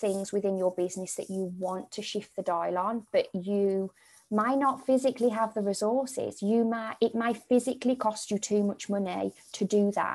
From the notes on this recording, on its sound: Here is the recording from the Live Webinar. Please note; there are moments of pauses throughout where you can work through the questions.